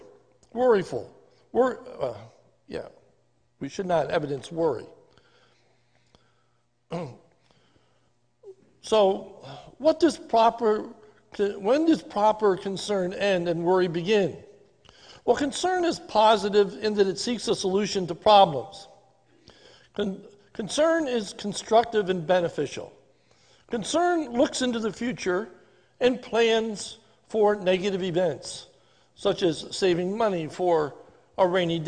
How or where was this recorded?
large echoing room